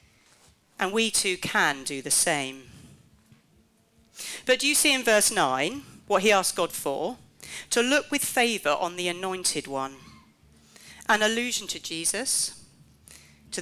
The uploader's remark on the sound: This last talk from REVIVE, our annual festival bringing the churches of the network to a field in Canterbury for a weekend of Bible Teaching, Worship, and great fellowship together as churches.